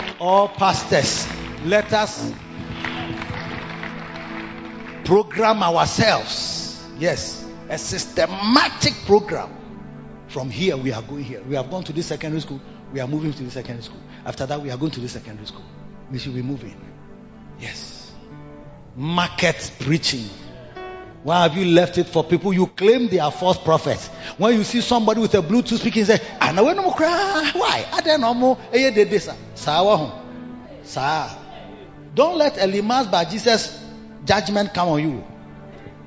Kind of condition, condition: setting, large echoing room